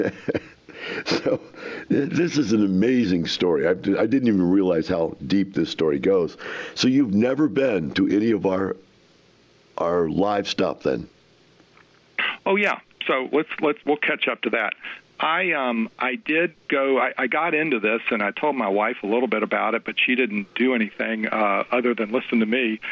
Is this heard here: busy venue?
no